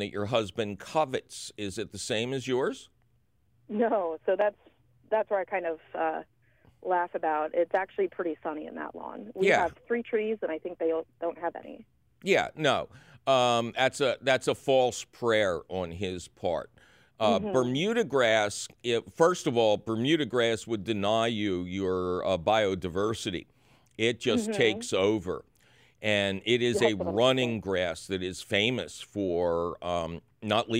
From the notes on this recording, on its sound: takes your phone call questions.